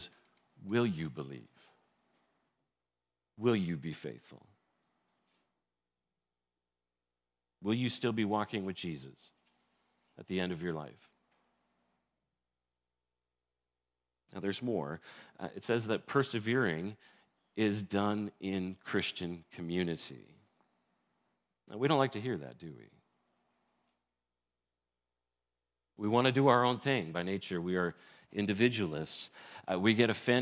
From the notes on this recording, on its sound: This sermon was recorded. In Blessings Christian Church located in Hamilton, Ontario.